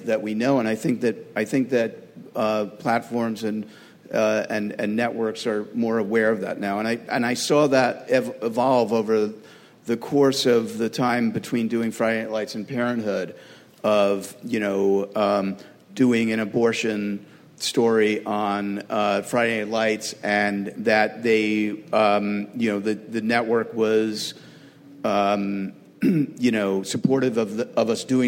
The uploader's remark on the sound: Powerful TV panel from ATX. Recorded June 2016 at ATX Television Festival.